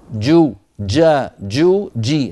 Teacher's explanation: انتبه إلى حبس الصوت في الجيم، جو جا جو جي، هكذا الجيم الفصيحة صوتها محبوس